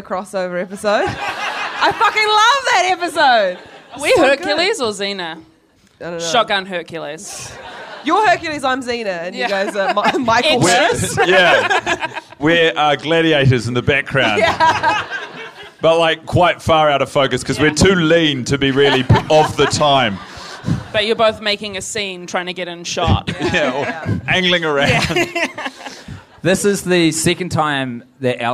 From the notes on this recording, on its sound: a one-off Little Empire extravaganza taped live in Melbourne, Australia